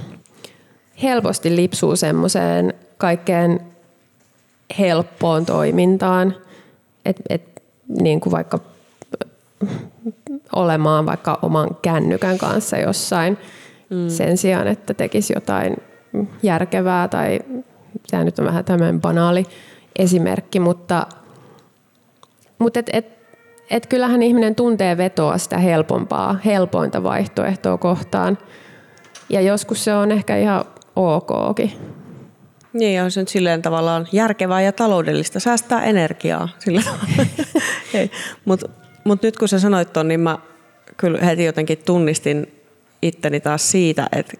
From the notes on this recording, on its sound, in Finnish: Maunula-talossa liveyleisön edessä